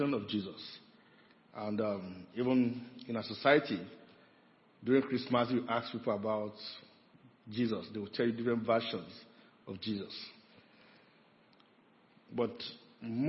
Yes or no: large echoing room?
yes